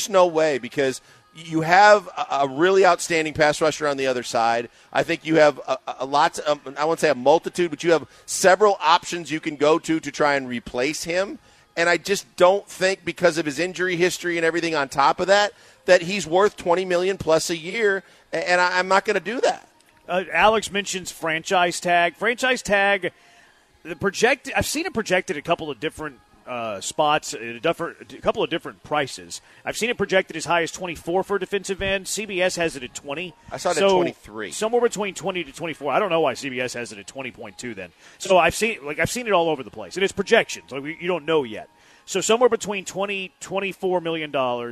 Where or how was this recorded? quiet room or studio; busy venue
busy venue